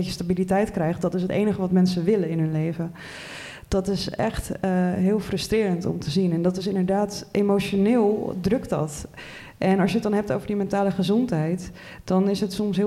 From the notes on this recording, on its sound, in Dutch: live-opname van de podcast tijdens het Festival van de Journalistiek 2023